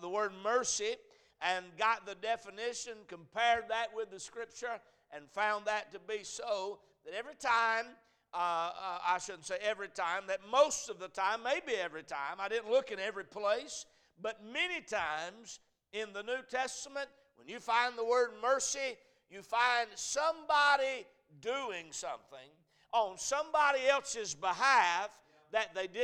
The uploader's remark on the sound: A message preached at Crossroads Baptist Church